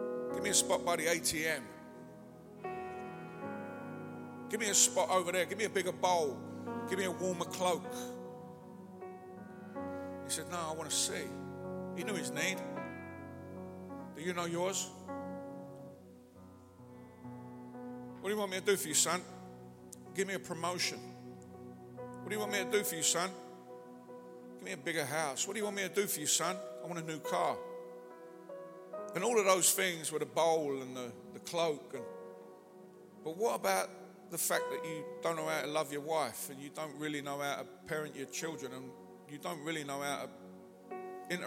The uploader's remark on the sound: speaking at the Just One Man Conference held at the Lighthouse Manchester in January 2020